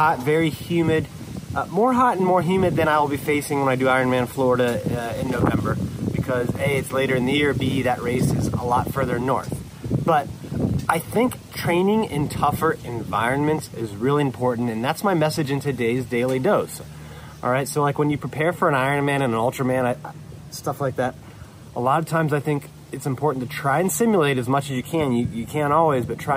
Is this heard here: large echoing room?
no